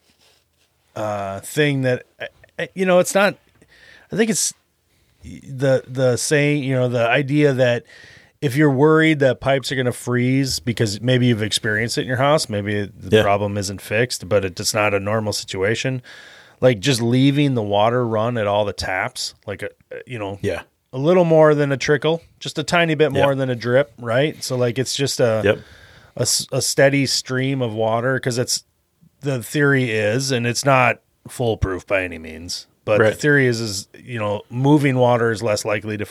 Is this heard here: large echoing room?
no